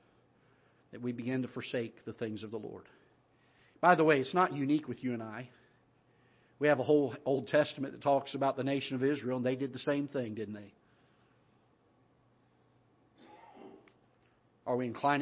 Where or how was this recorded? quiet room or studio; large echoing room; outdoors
large echoing room